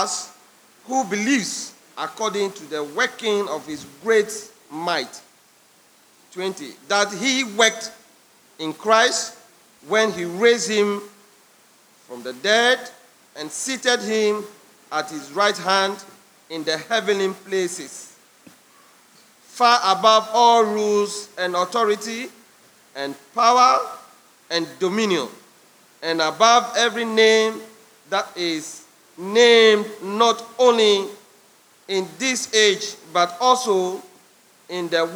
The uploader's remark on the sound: Sermon preached at CBC Shiashie Campus.